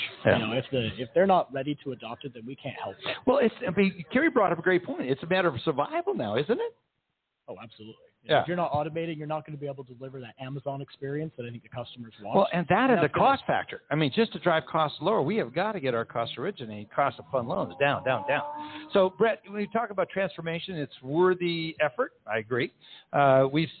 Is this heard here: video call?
no